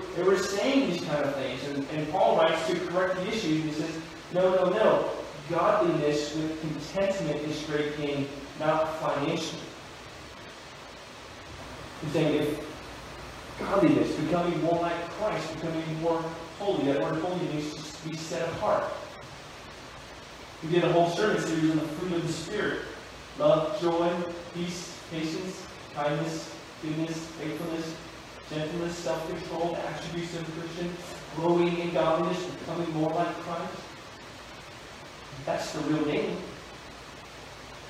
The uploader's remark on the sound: We apologize for the poor audio quality.